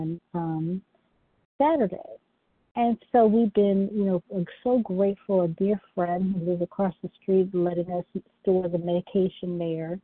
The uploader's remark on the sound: From the 100 Pounders Phone Meeting, 7/19/23. Qualification from the 100 Pounders Phone Meeting.